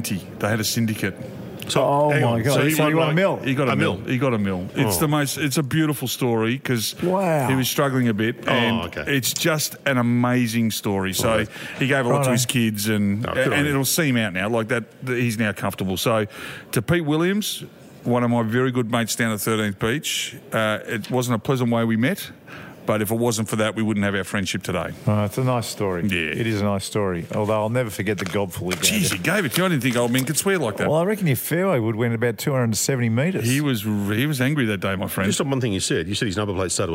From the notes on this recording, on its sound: Live from the Mountain View Hotel